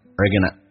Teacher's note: are 说成一个儿化音，而 going to 说成 gonna